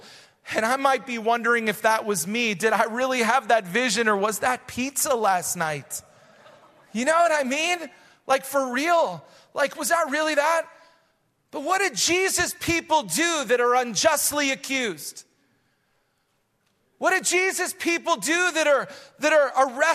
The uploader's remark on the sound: Recorded live at Hope Church in Springfield, Mo.